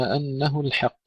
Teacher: ترقيق الحاء قبل القاف المفخمة